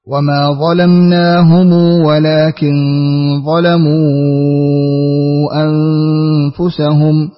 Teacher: أقرأ لقالون بالتوسط مع الصلة